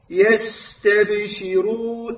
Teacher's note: لاحظ السين فترة طويلة أكثر من الباء. يستبشرون والنون أطول من الباء. · Term: رخوي